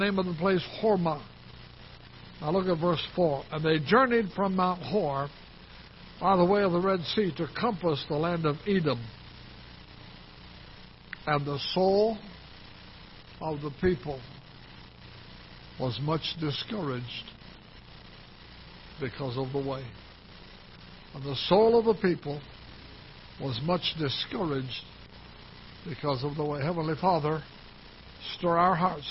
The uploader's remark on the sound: Ketha Heights Baptist Church ~ Live Broadcast